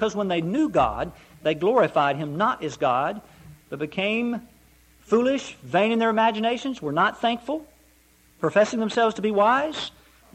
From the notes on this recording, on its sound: Preached at Eureka PBC.